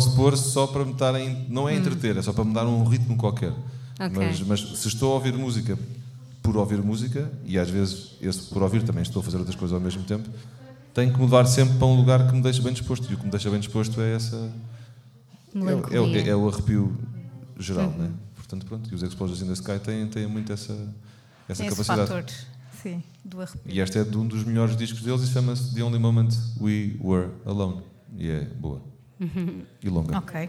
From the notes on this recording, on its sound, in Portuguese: Episódio ao vivo.